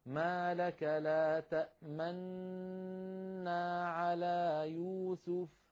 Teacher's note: فأدغمت النون الأولى في النون التي بعدها فصار نطق بنون مشددة